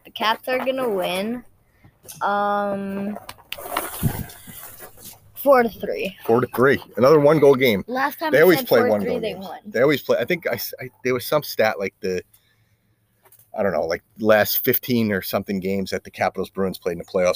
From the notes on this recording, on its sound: recording al fresco